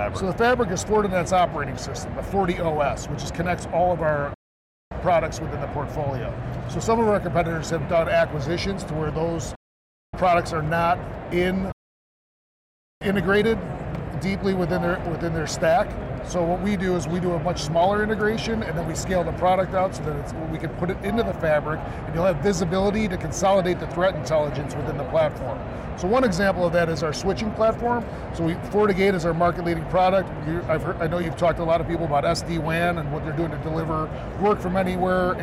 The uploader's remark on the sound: an Interview in Action live from HLTH